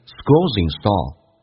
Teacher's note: schools 后面 S 发 z 这个发音， z 跟 in 又形成一个连音